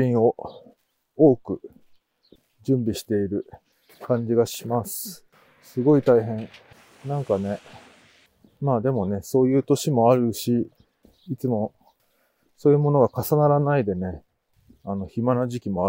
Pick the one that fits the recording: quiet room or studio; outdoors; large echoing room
outdoors